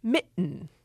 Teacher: American English certainly also has a glottal stop